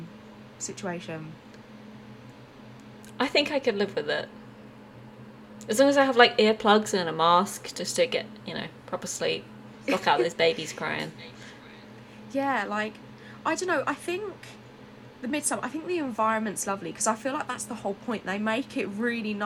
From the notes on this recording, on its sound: Yes we will fix that little echo it's driving us insane too!